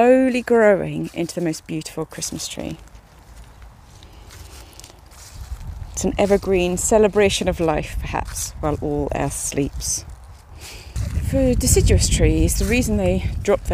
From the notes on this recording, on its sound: Recording of a European Robin in Berlin in October 2023.